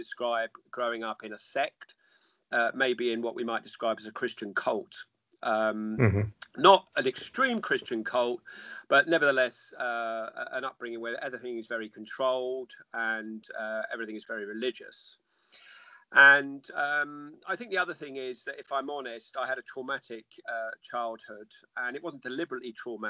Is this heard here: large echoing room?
no